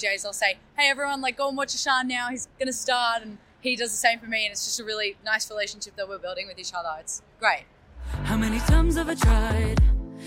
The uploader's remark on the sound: Interview recorded on August 10, 2023 (Bourke Street Mall, Melbourne Central Business District)